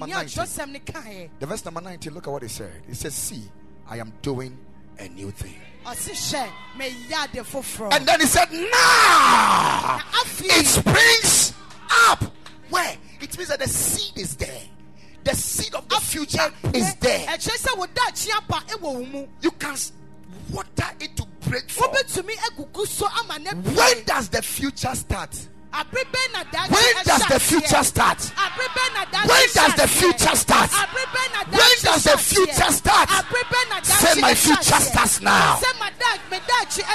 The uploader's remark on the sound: Preached at Ekklesia Chapel